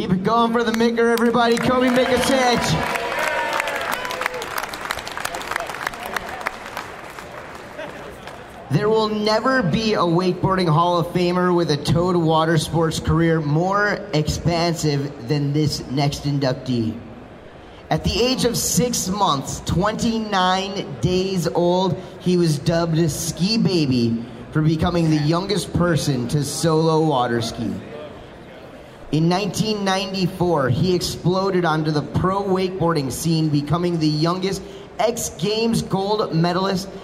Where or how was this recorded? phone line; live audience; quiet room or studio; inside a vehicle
live audience